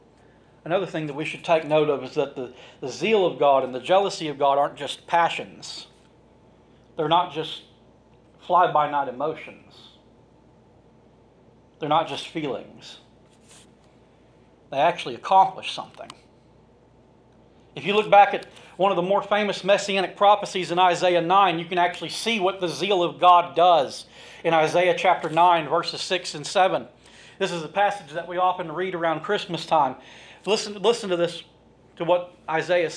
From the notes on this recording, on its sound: This sermon was recorded from the pulpit of Mars Hill Cumberland Presbyterian Church in Pottsville, Arkansas